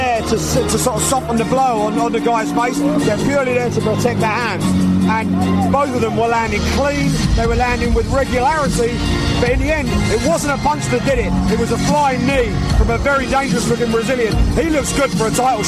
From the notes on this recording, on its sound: Live reaction from octagonside at the LG Arena in Birmingham for UFC 138.